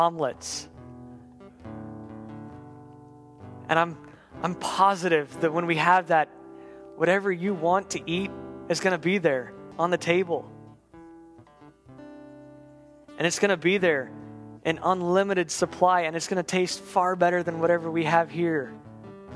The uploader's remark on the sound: On December 27th, 2015 at The Well an Acts 29 &amp; Converge Heartland Church in Hastings, NE. At The Well an Acts 29 & Converge Heartland Church in Hastings, NE.